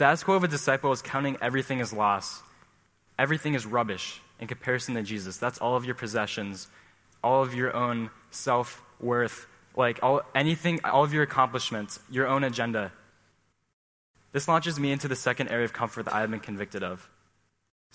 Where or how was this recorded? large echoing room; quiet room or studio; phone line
large echoing room